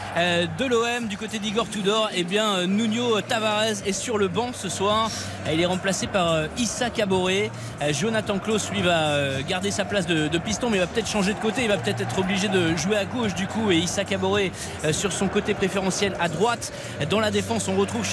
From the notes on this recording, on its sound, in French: En direct du stade Vélodrome.